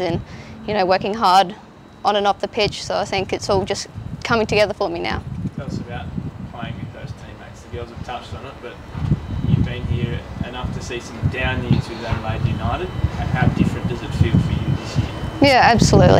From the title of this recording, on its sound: UnitedAsOne Press Conference